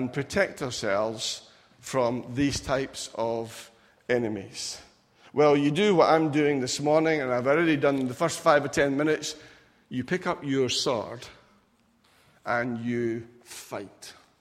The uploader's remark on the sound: Recorded at freedomcentre church, Preston.